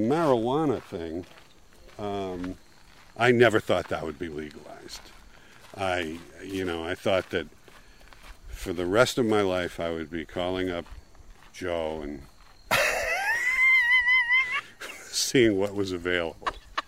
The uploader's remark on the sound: take a walk around Walden Pond